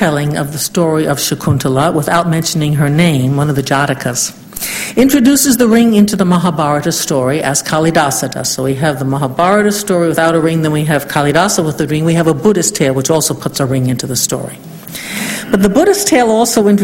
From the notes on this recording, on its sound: Fourth Annual Ninian Smart Memorial Lecture at UC Santa Barbara